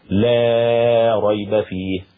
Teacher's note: مد لا النافية للجنس للتبرئة لحمزة